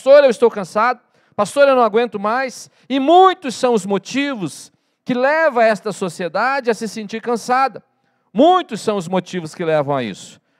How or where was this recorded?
large echoing room